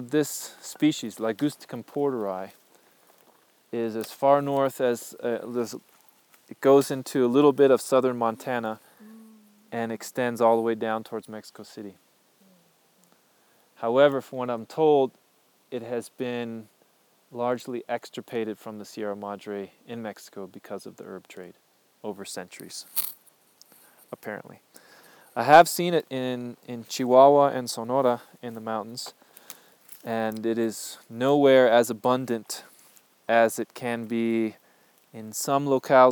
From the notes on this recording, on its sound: I’m sharing a recording from 2015, in the field with my apprentices.